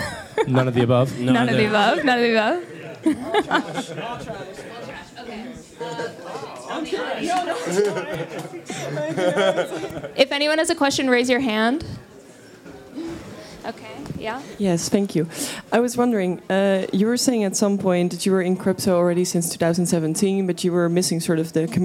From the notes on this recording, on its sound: During NFT Paris, in a room full of some of the best generative artists in the world, we recorded this one hour conversation.